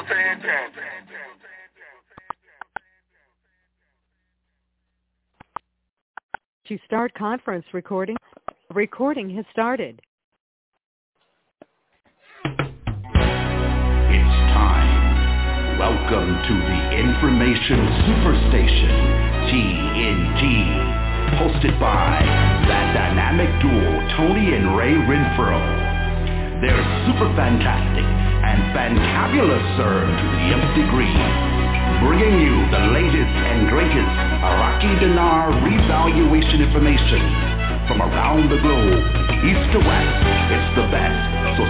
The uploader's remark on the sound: TNTSuperfantastic Conference Call